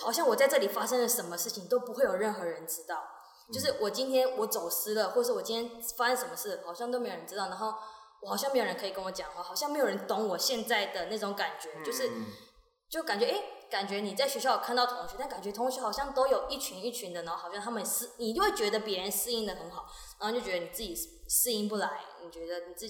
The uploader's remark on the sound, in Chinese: 本集收音不佳，有些回音，請見諒！